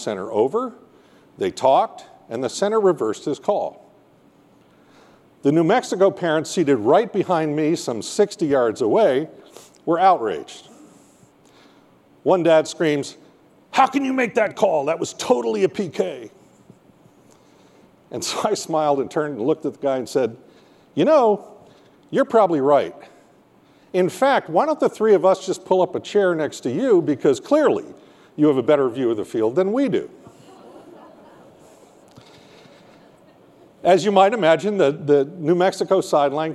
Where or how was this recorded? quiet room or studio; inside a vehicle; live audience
live audience